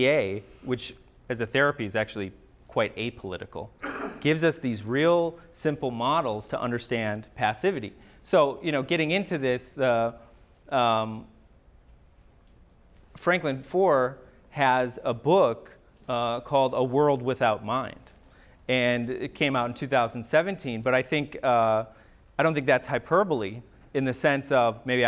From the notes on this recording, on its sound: MSSA Annual Conference Lecture. On this episode you’ll hear a recording of a lecture. The audio begins with the title slide that has three separate writings continuously scrolling across the screen.